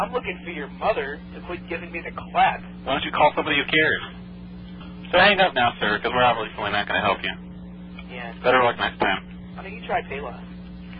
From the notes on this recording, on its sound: Prank Phone Calls Collection